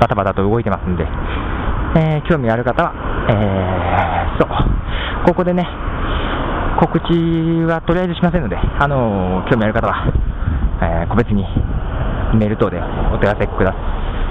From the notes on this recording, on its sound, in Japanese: 最後に、番組スタイルとして、なぜにいつも外で録音かということを。